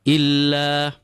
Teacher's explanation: the lam with the shadda in our collection of rules is not pulled at all. So we grab, make contact and release.